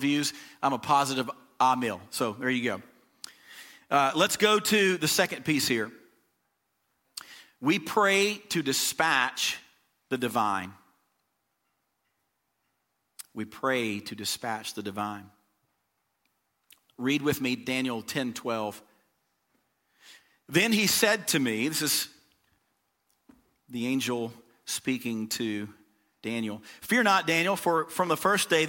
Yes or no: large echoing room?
yes